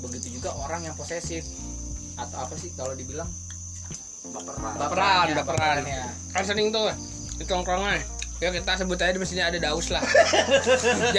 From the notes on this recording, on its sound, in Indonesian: Audio gak jelas dan kalo ada suara kresek2 itu kita lagi makan kacang.